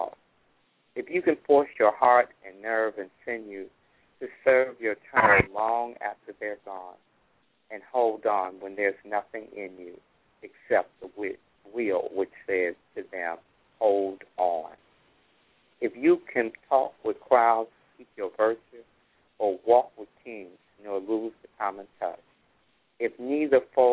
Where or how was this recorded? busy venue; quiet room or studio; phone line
phone line